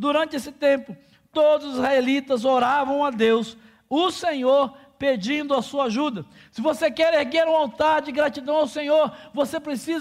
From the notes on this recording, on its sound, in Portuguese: durante a Celebração ao vivo da nossa comunidade